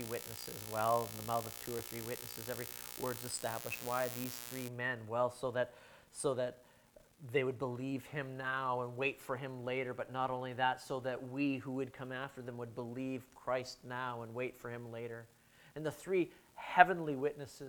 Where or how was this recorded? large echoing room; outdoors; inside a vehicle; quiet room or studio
large echoing room